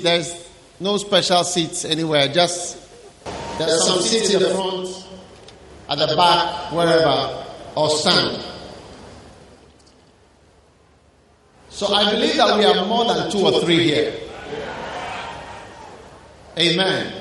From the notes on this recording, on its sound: Preached at the Good Friday Service at the Independence Square, Accra.